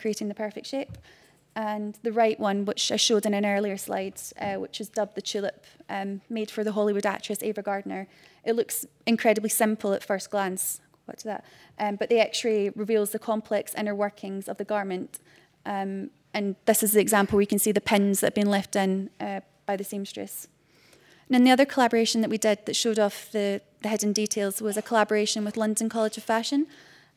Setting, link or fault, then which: setting, live audience